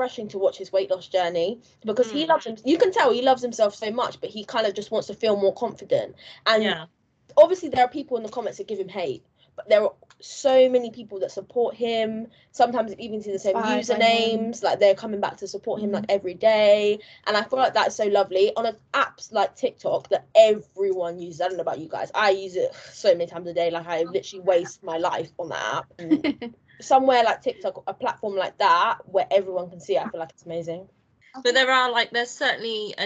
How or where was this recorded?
video call